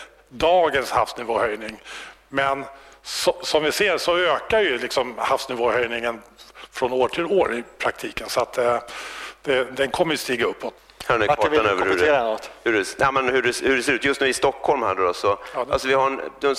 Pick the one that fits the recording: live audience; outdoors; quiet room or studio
live audience